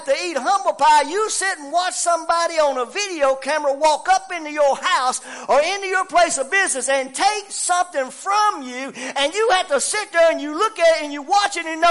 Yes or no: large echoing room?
yes